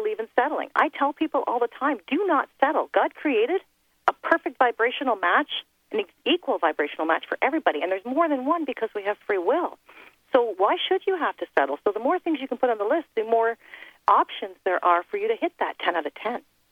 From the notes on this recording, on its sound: LET'S OPEN THE PHONE LINES and do a TOTAL call-in show